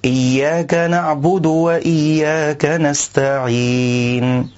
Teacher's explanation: وكذلك من الأخطاء إشباع حركة الضمة في حرف الدال حتى يولد القارئ واوا، فيقول إياك نعبد وإياك نستعين. والصواب أن يخلص القارئ ضم الدال من كلمة نعبد إلى فتح الواو من وإياك